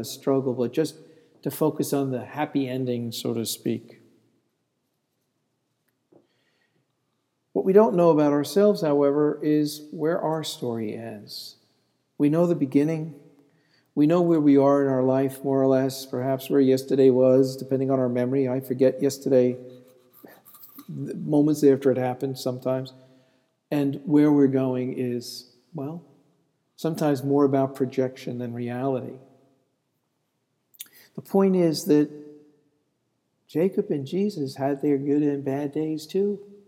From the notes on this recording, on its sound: This sermon was delivered on August 3, 2014 at Laurelton United Presbyterian Church and Calvary St. Andrew's Presbyterian Church - both in Rochester.